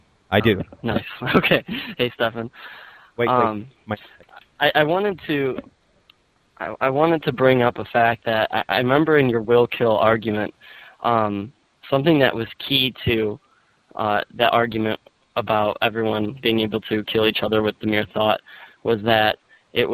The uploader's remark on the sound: Call In Show